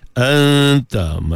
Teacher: Masa dengung tu hujung lidah ataupun lidah tadi tak sentuh lagi ke makhraj bagi huruf ta. Renggangkan dia. · Term: ikhfa hakiki